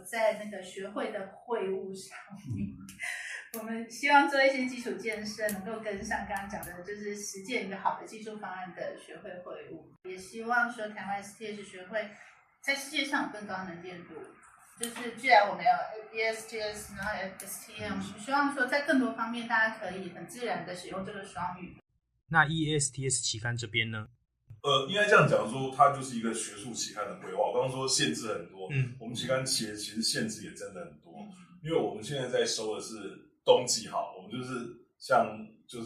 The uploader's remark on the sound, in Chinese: 首次錄製音質有待加強，建議使用耳機聆聽。